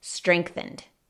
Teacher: cada letra que ves se pronuncia, pero la G termina sonando un poco más como una C o una K.